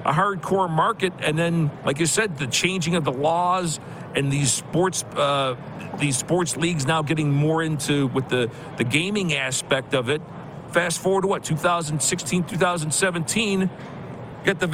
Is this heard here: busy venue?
yes